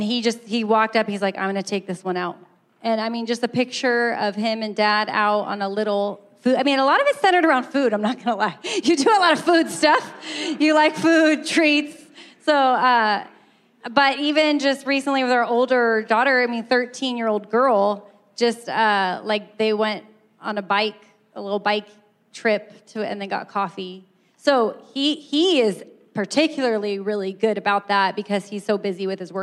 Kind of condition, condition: setting, live audience